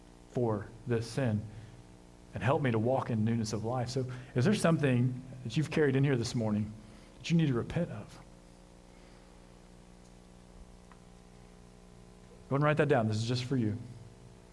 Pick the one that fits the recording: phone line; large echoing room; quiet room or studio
large echoing room